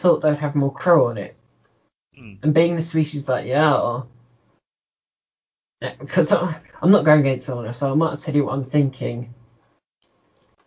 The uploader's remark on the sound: Please note we had some minor technical difficulties whilst recording.